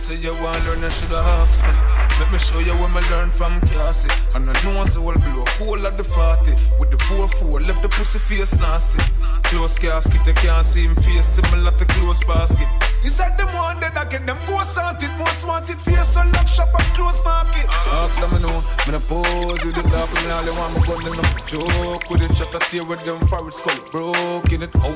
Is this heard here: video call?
no